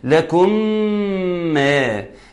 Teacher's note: لكم ميم ساكنة وبعدها ميم مفتوحة ويكون حكمها الإدغام